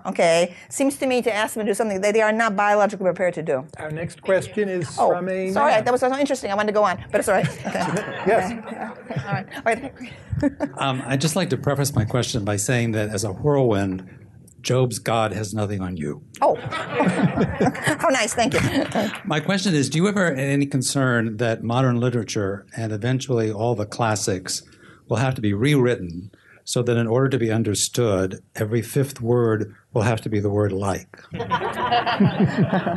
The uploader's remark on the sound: Live at Mason